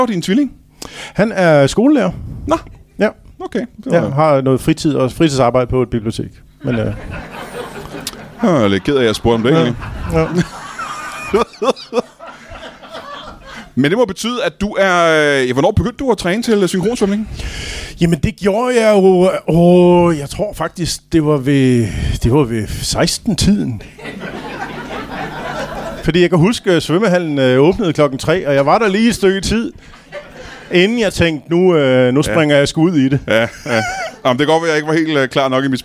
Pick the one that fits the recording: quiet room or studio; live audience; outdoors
live audience